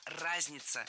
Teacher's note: в этом слове ударение должно падать на первый слог